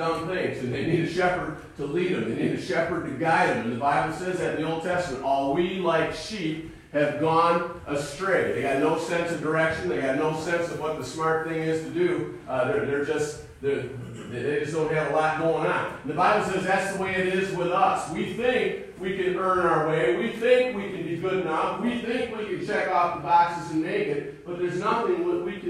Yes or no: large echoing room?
yes